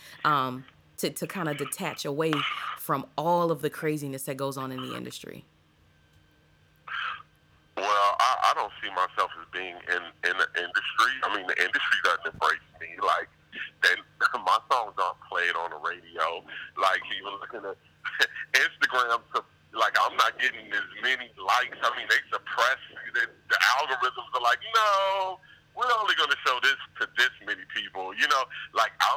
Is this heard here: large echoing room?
no